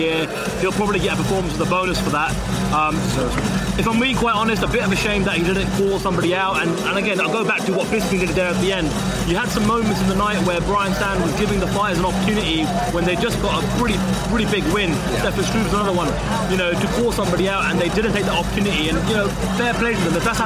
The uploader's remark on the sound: Octagonside at UFC 204. As the biggest UFC event to hit the UK delivers the goods in front of a sell-out crowd in the early hours of Sunday morning in Manchester.